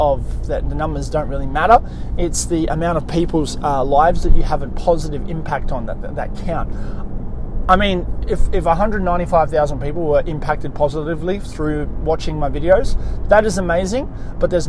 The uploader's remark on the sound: On this episode I am in the car